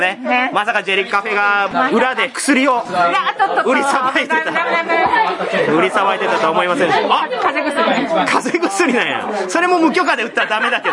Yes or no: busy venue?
yes